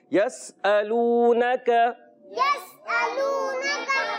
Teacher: سین کو باریک پڑھیں گے، اور یہ سیٹی والے حروف سے بھی ہے